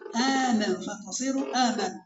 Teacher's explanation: فتبدل الهمزة الساكنة من جنس حركة ما قبلها وهي الفتحة · Term: الإبدال